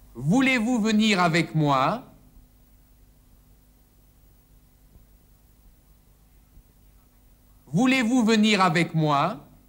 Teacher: Und jetzt vier stimmhafte Vs auf einmal.